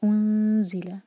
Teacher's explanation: آگے ہے انزلہ، جب بھی دمہ کے بعد ہم اخفاء کریں تو دمہ کے لیے جیسے ہماری ہوٹ گول ہوتے ہیں، تو جب نون پر آئیں تو ہمارے جو ہوٹ ہیں وہ نارمل پوزیشن میں آ جانے چاہیے، تب ہمارے ہوٹ گول نہیں ہونے چاہیے، ورنہ اخفاء کا ساؤنڈ غلط آئے گا.